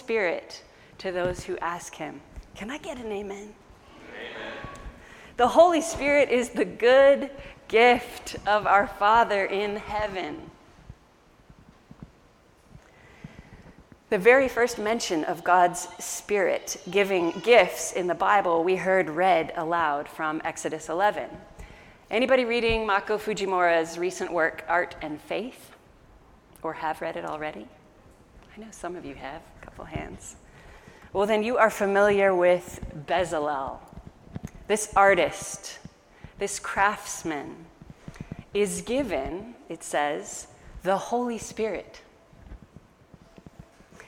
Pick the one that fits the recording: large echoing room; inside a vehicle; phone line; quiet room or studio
large echoing room